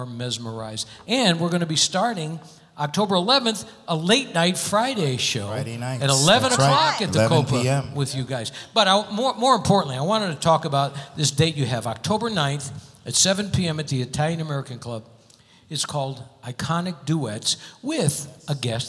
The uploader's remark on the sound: Live at the South Point Casino